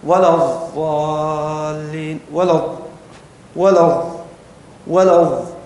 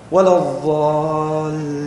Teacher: المشكلة في الضاد أنه يزاد عليها صفة، وهي صفة الاستطالة. هذه اللسان كيف تنطق الضاد نطقا صحيحا على مذهب الخليل يرتفع اللسان فوق، ثم أثناء النطق يعود إلى الخلف قليلا، يعود إلى الخلف قليلا فقط في الوسط، يعود إلى الخلف قليلا.